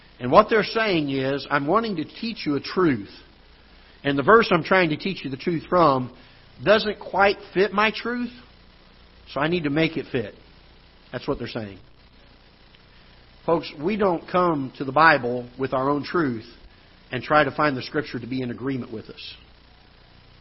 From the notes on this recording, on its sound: Ketha Heights Baptist Church ~ Live Broadcast.